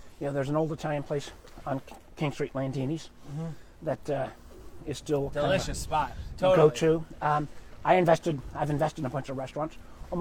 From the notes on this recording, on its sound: Recorded while taking a one-mile walk with interesting and inspiring people.